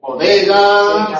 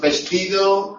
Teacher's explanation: el oclusivo bilabial sonoro